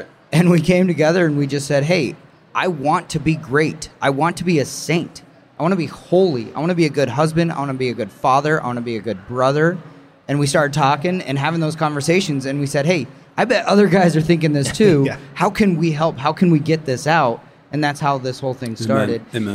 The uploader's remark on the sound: Man Catholic had the chance to record an episode live at SEEK23 in St.